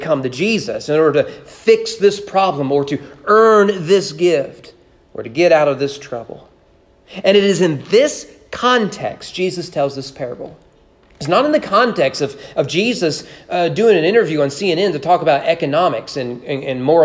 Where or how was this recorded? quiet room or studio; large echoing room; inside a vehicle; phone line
large echoing room